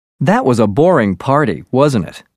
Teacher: To seek agreement, your voice should go up and then down on the tag ending.